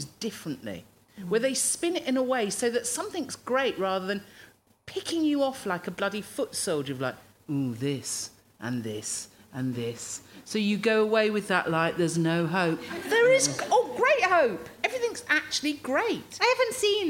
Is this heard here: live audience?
yes